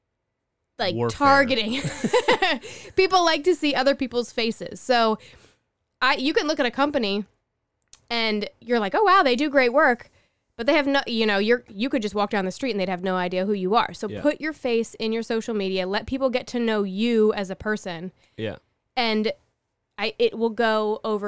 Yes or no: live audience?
no